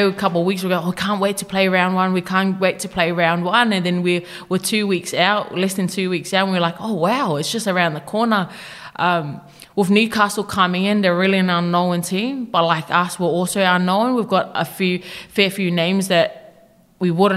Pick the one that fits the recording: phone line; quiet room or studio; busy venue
busy venue